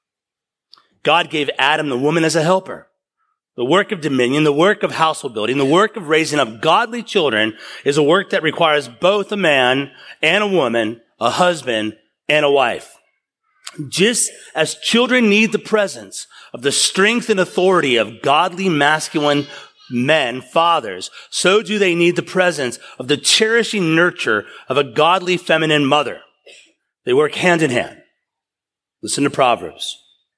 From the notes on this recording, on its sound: Taken from a sermon series. At East River Church.